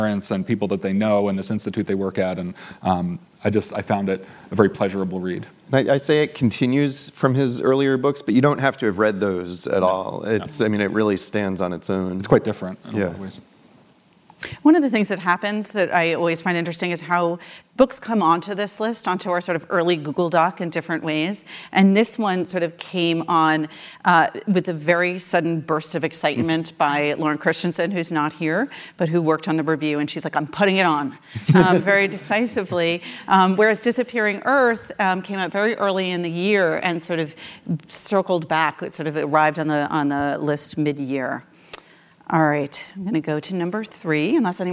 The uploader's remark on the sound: taped live